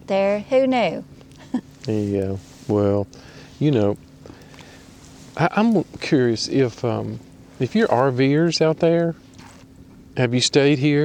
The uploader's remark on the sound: Fireside chat from Norris Dam State Park